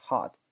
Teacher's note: T 在结尾发都可以，我们倾向于不发